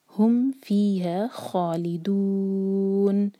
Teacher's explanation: دون چار حرکہ، یہ مد عارض لسکون